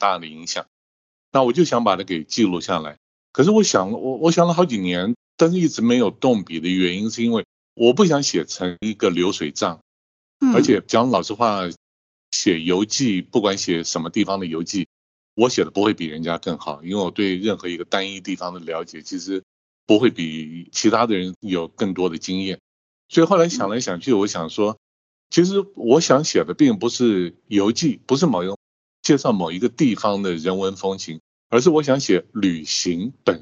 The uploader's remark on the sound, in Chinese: 本集節目透過Microsoft Teams通訊錄製。